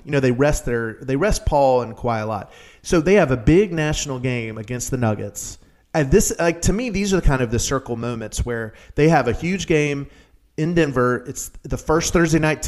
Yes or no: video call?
no